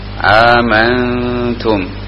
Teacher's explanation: Jadi yang disamarkan, tersamarkan, mukhfah. Artinya suara nunnya itu atau mimnya ini enggak jelas ya, antara kedengaran huruf nun atau bukan gitu. Nunnya enggak jelas tapi sifatnya ada, gunahnya terdengar.